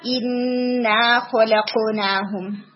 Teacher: یہ الف آپ کا شارٹ ہو گیا تھا، اس کو آپ نے اسٹریچ رکھنا ہے نا